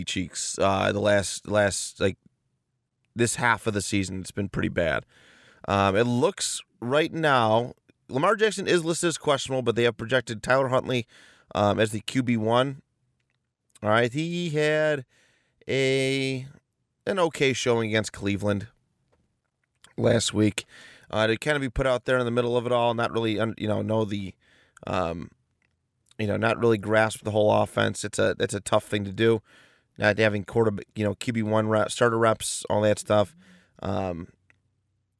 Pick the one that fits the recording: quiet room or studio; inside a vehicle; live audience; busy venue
inside a vehicle